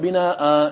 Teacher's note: من حكم التنوين في هذا النحو أن يبدل ألفا، فتقول بناء، إذا أبدلت ألفا حصلت صورة البدل لأنه همزة بعدها ألف · Term: الألف المبدلة من التنوين